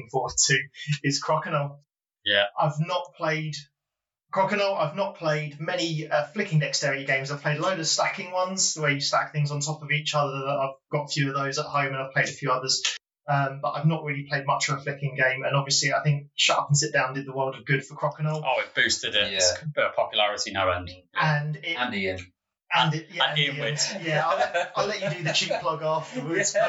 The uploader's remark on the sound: in our earlier episodes our audio isn't up to scratch